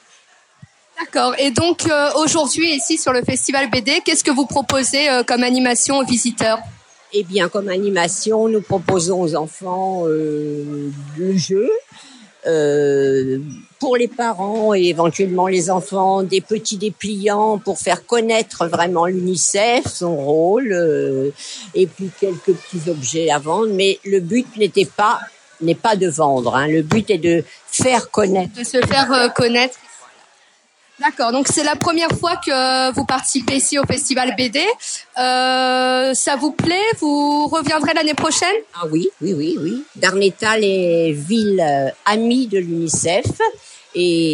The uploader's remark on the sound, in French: Bonus Micro-trottoir par Radio Darnétal Jeunes 2.0. Petit bonus à notre épisode sur le festival NormandieBulle avec le micro-trottoir des jeunes de Darnétal, venus s'exercer à nos côtés.